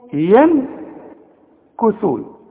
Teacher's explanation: نون ساكنة في كلمة واحدة معها الكاف بخفي وبغن